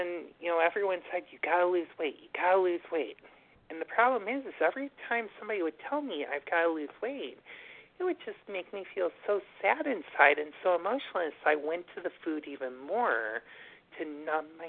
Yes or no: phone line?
yes